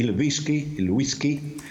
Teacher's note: la pronuncia toscana che ha pronunciato wi come V